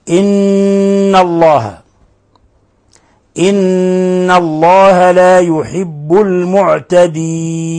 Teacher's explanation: قوله تعالى ولا تعتدوا، إن الله، مد منفصل، الانفصال حرف المد عن الهمز، مد من 4 إلى 5 حركات، وعندنا نون مشددة فتغن مقدار حركتين